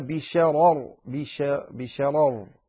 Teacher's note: فالأولى مرققة والثانية يعني إذا سكت عليها فإنها تبقى مفخمة